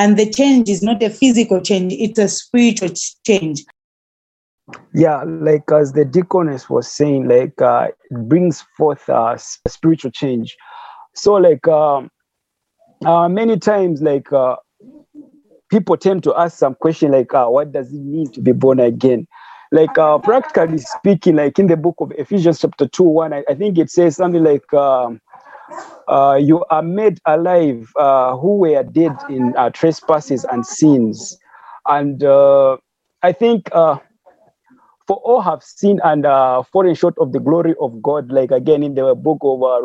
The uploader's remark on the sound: Youth zoom meeting